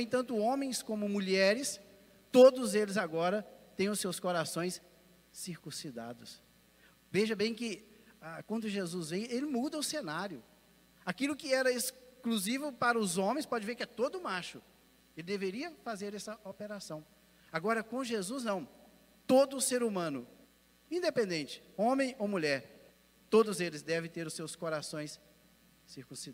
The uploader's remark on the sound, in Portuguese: Podcast gravado (ao vivo) na ADEC | Assembleia de Deus, Caratinga - MG